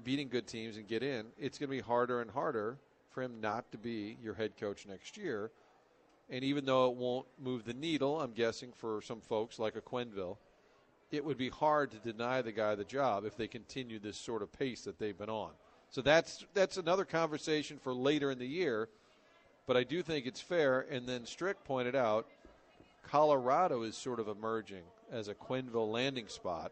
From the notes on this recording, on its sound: broadcasting live from the STL Golf Expo